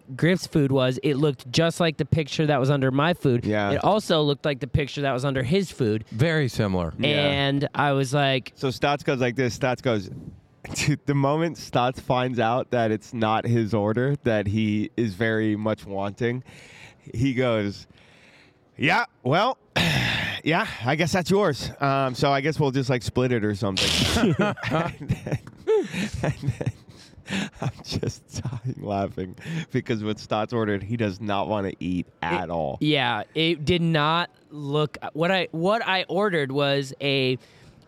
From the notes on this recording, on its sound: Live from the Dallas Golf Show. Live from the DFW Golf Show.